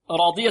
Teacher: الألف هذه تتبع ما قبلها، ما دام أن الراء فخمت هنا لأنها مفتوحة فكذلك الألف بعدها ماذا؟ تفخم